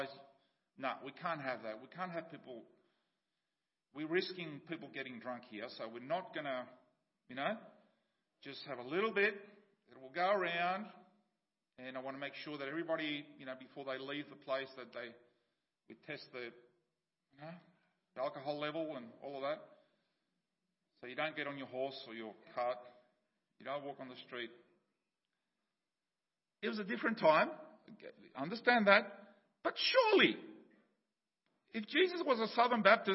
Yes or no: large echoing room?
yes